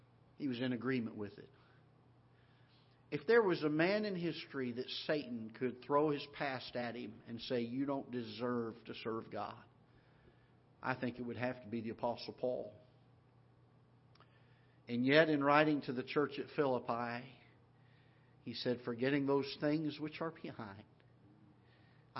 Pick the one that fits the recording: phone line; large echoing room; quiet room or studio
large echoing room